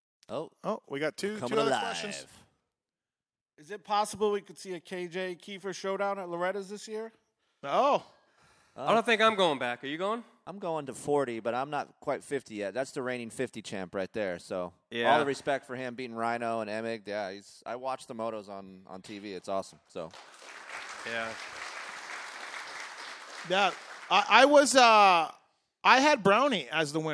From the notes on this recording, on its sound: LIVE Pulpmx Show from Foxboro. Coming from the Marilyn Rodham Theater in Foxboro MA. Do a Fly Racing/Yamaha live podcast show.